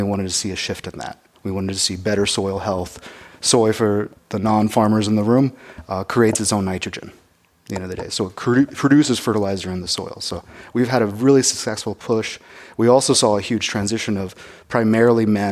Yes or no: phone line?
no